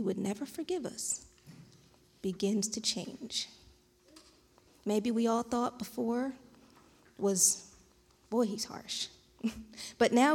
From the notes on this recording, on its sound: This JAT was recorded live on November 7th, 2021 at Newark United Pentecostal Church.